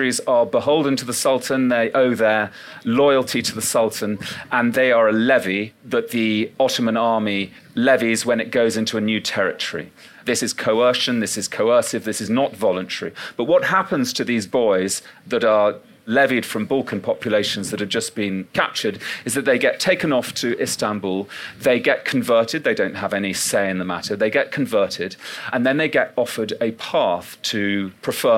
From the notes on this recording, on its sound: In this episode recorded at the Chalke Valley History festival during the summer of 2022